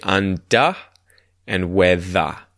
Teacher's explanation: the words that end in ER in these sentences, we as Australians don't pronounce the R. At least in the examples in this sentence, we don't pronounce the R.